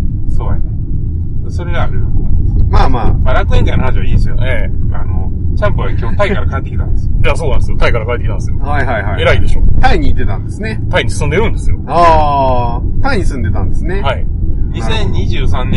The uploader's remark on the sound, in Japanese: 今週は車中収録です。